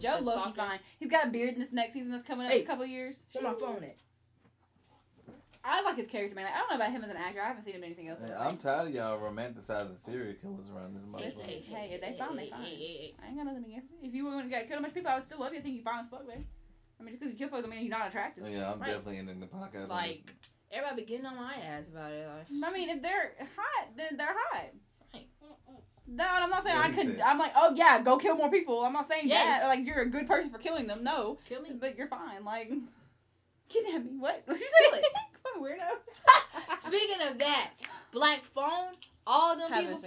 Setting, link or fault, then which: fault, sounds in the background